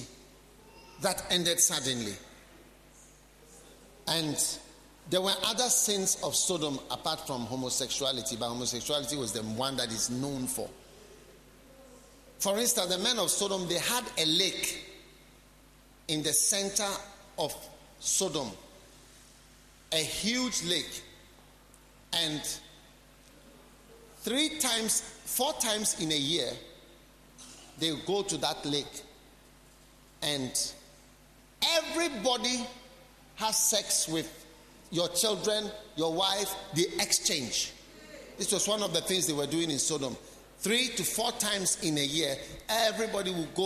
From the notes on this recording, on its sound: Preached at the Healing Jesus Campaign Pastors' Conference in Saboba, Northern Region of Ghana